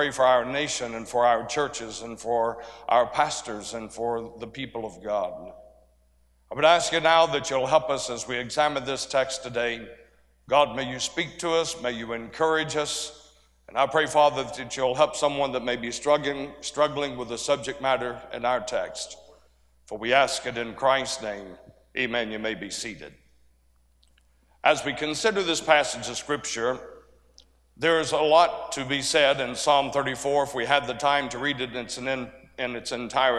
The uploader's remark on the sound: A sermon preached Thursday Afternoon during our Spring Jubilee